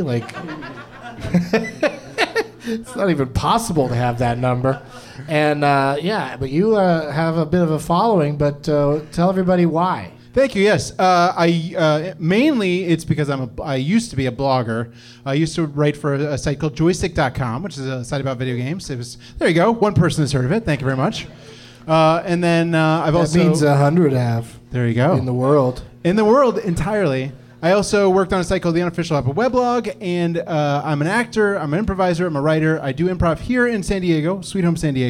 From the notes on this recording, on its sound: Live from the American Comedy Co. In San Diego.